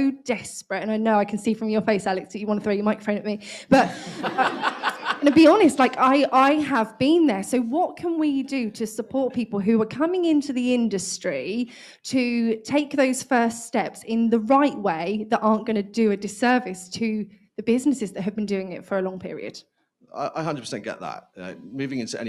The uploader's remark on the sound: This episode is a recording of the highlights of the Panel Discussion that took place at the Home Staging Forum 2021.